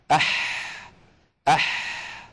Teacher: يجري معها النفس جريانا بينا عند النطق بها · Term: حروف الهمس